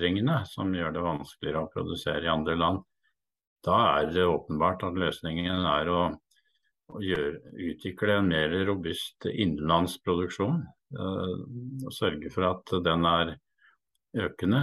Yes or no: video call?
yes